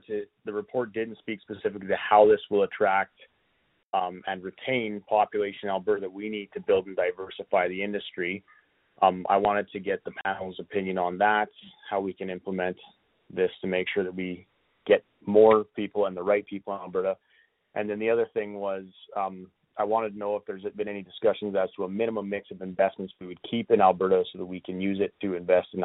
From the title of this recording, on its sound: Southern Alberta Telephone Town Hall